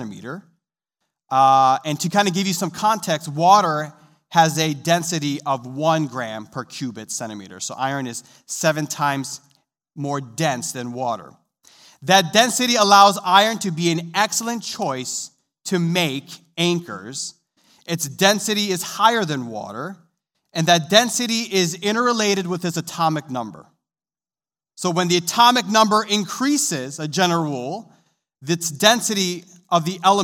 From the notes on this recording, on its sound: This sermon was recorded live on January 2nd, 2022, at Newark United Pentecostal Church.